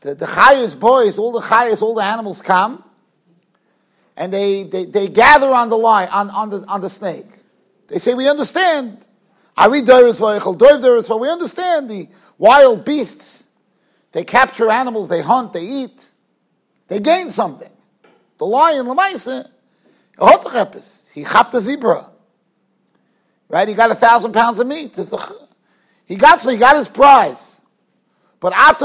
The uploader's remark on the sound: Shiur recorded in Yeshivas Ohr Reuven, Monsey, NY.